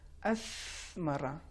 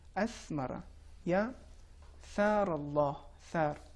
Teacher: حرف ثا کا مخرج زبان کی نوک اوپر والے دانتوں سے متصل ہوگی، یعنی زبان کے نوک ہلکا سا ذرا سا باہر دکھائی دے گا تلفظ کے وقت.